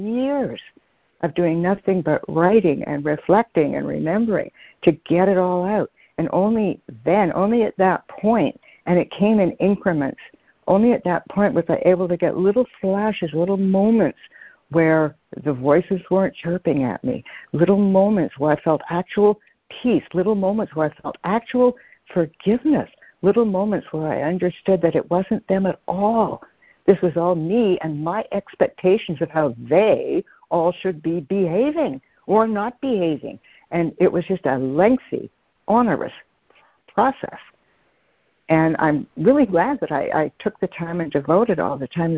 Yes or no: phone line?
yes